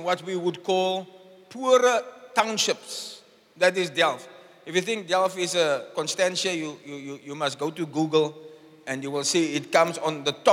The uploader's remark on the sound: Preached at the Zion sanctuary, Cape Town on the 23 April 2023